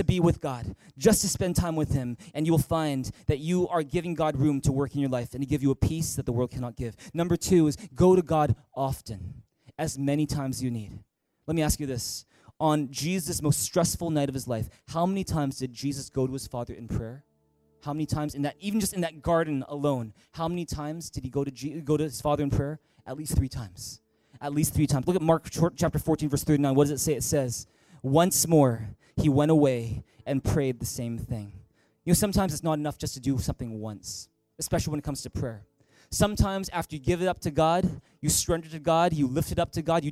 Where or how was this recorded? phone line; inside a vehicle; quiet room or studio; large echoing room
large echoing room